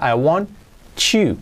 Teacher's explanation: I want, no es want, I want, esa T de want, no se pronuncia